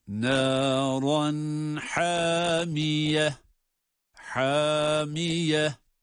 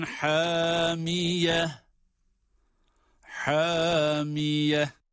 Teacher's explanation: ha boğazın ortasına çıkan ha'dır ama kalın değil, sadece elif ile o ince olan ha sesinin uzatılması var.